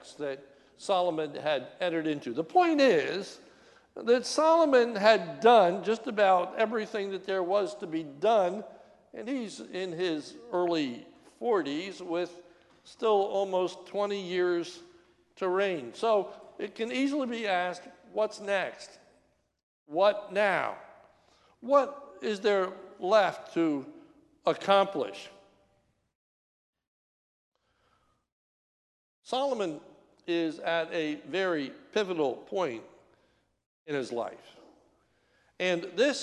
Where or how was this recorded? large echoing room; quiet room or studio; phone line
large echoing room